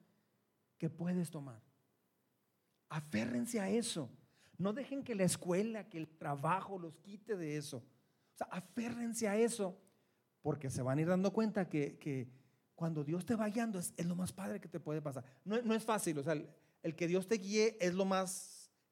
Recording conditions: large echoing room